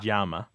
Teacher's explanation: Some places, it's more like a J. So they say llama.